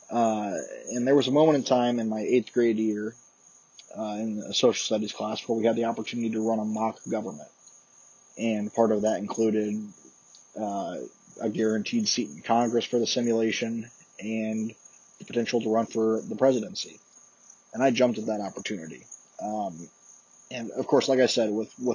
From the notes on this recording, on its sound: Excuse the poor audio quality